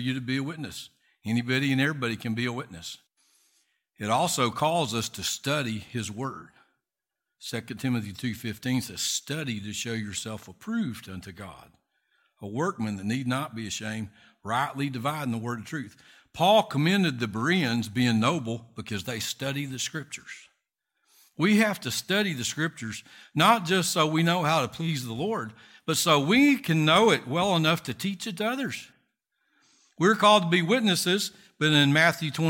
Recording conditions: large echoing room